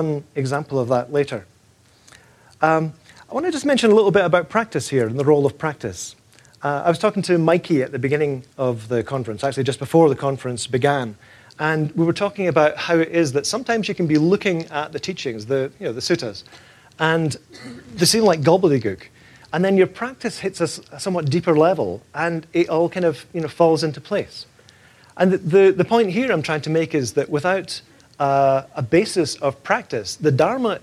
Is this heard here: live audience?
yes